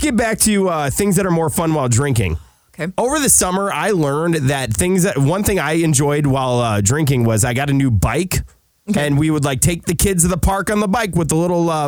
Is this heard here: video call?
no